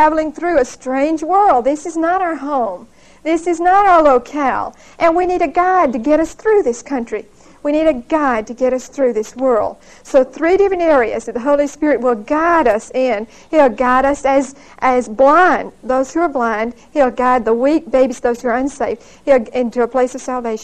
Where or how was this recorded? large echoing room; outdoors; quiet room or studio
large echoing room